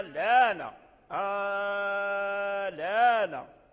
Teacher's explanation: يعني المد الثاني قرأه بالقصر